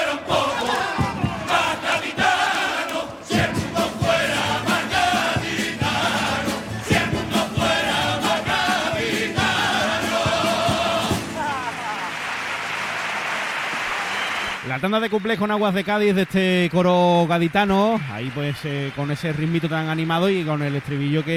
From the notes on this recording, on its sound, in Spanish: En directo desde el Gran Teatro Falla de Cádiz. Concurso Oficial de Agrupaciones Carnavalescas del Carnaval de Cádiz 2024 en Onda Cero Cádiz.